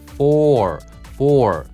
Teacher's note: for がストレスなんだけど、ここはまあね、あの二重母音になってるからね、ちょっとそこ意識しましょう。口を O、まあ日本語の O って言いながら下を引く or だから for, for.最初から下引いたりとかしないようにね、ちょっと変化を楽しんでみてください。for.で、最後はまあストレスかかってないけど、やっぱり下の緊張感ね。word, word.